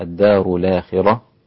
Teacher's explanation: وكذلك الإمام حمزة إذا وقف عليها الدار الآخرة مع تفخيم الراء